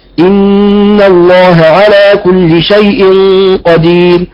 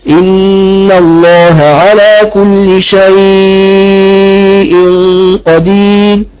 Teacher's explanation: أما ورش فيقرأ بالتوسط والإشباع وصلا ووقفا، فيقول إن الله على كل شيء قدير توسط وإشباع · Shown in: second take · وإذا وقف كذلك يكون له التوسط والإشباع ويمتنع عنده القصر.